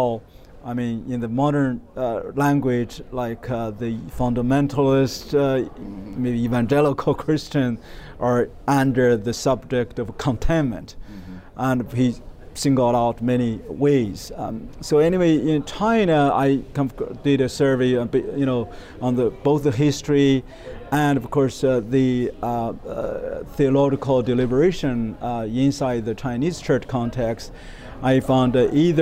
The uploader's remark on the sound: Hosted in partnership with the Religious Freedom Institute ( ), the IRF Summit Authors' Corner took place at the IRF Summit 2022 ( ) in Washington, D.C.